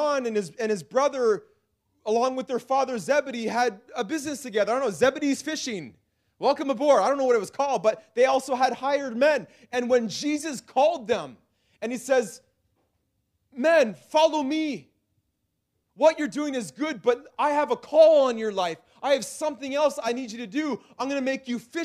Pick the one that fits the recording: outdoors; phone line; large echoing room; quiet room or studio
large echoing room